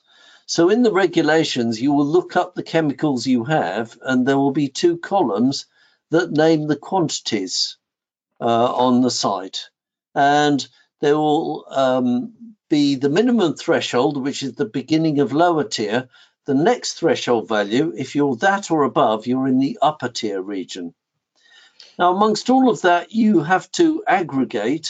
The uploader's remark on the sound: WEBINAR RECORDING